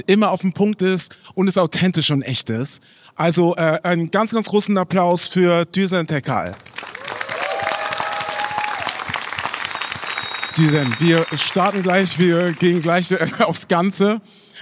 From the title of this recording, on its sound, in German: LIVE aus der US-Botschaft in Berlin